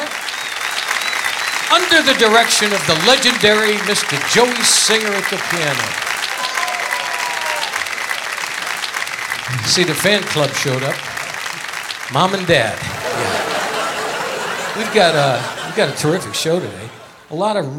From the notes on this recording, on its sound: Live at the SouthPoint Casino